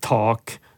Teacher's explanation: Når oss uttaler en T, så er det et pust.